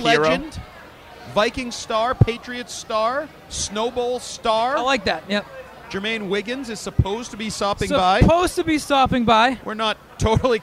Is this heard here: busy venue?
yes